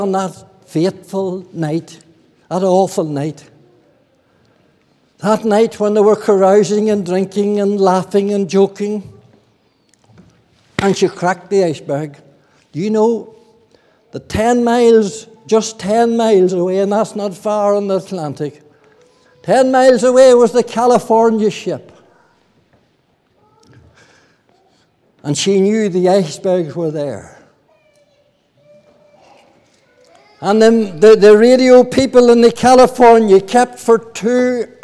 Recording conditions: large echoing room